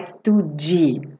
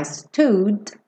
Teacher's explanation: Ou seja, não tem vogal nesse D, é um D percussivo, digamos assim. · Shown in: second take